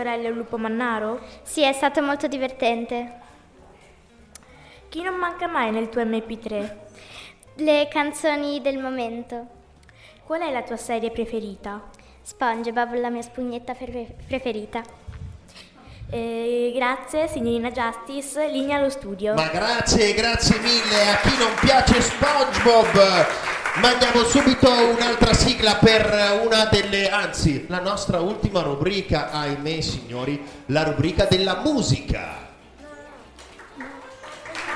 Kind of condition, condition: setting, live audience